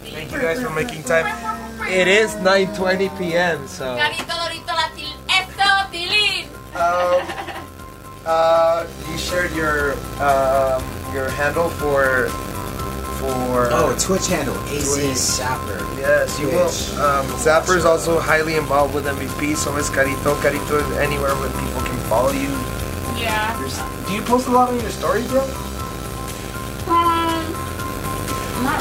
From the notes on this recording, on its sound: Unedited. Sorry for buzzing noise!